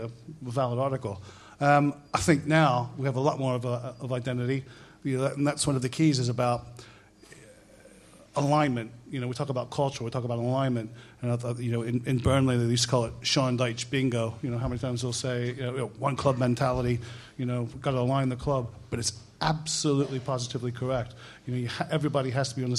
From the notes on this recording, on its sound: QPR LIVE PODCAST 2016. Live podcast from the Good Ship in Kilburn! In front of a live audience.